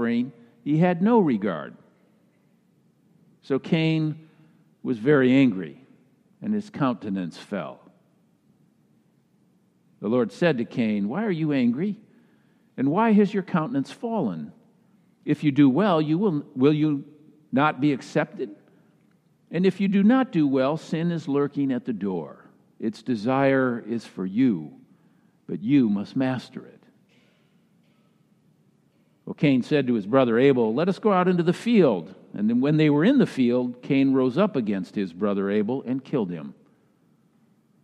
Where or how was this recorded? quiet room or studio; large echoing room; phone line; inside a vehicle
large echoing room